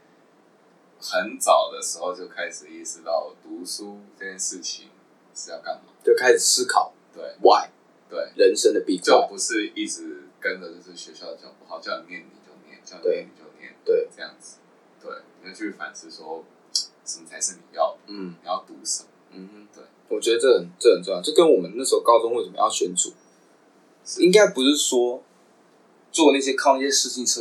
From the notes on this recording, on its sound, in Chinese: 本集麥克風出了點狀況，導致音質出了些問題，請各位見諒